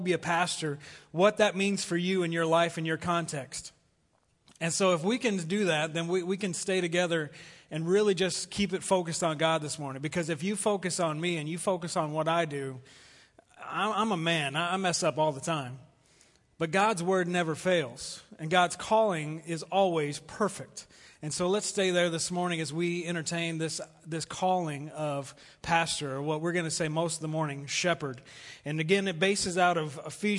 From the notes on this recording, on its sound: Recorded live at The Fellowship at Two Rivers.